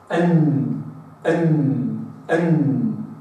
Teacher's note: النون يعني تأخذ حيزا كبيرا من اللثة العليا